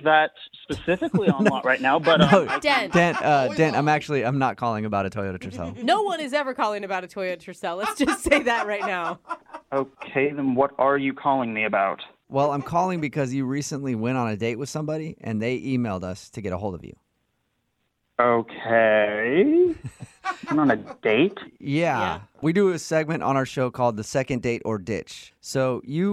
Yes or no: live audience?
no